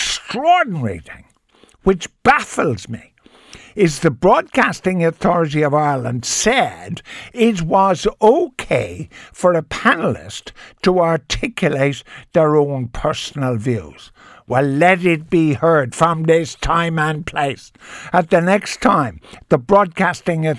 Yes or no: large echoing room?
no